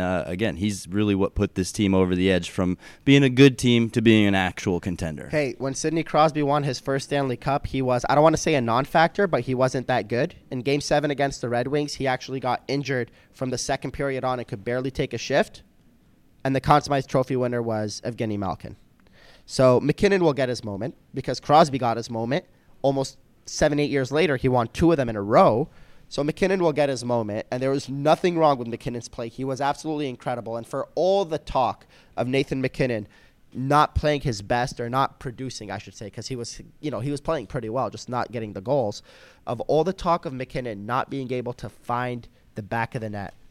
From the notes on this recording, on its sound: live from the media room at ice level of Amalie Arena